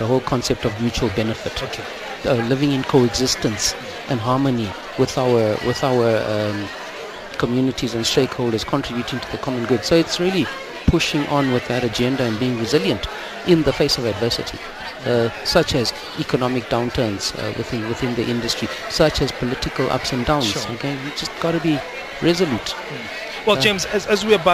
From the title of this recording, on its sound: Africa Shared Value Summit (Outside Broadcast)